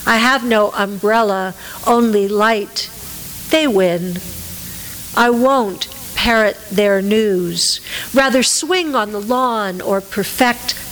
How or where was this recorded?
live audience